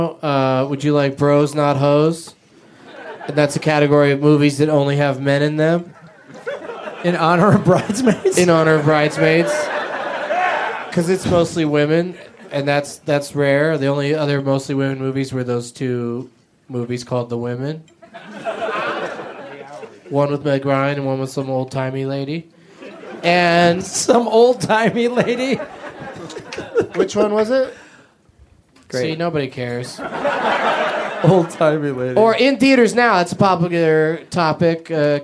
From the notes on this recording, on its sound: Recorded live at Flappers in Burbank